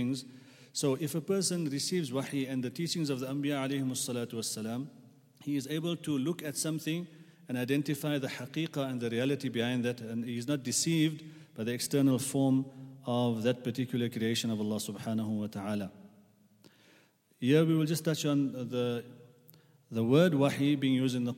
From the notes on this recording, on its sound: at the Houghton Masjid (West Street)